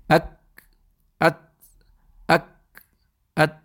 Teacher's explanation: first my voice completely stops, and then you hear a little bit of sound of the breath.